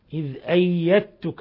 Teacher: الدال تضغم في التاء وهذا إضغام متجانسين، فنقول أيدتك ولا نقول أيدتك، أيدتك هذا إضغام متجانسين.